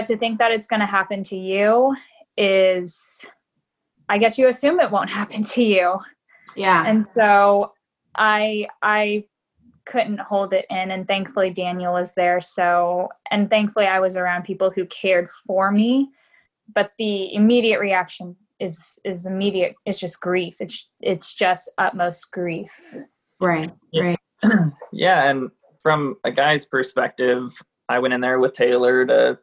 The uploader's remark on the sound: via Zoom chat